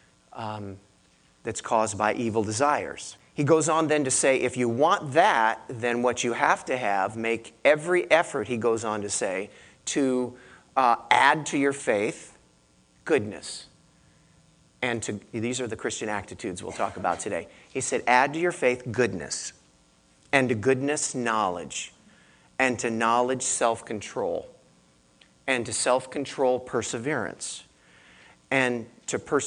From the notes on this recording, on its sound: I gave this message to our church in Santa Cruz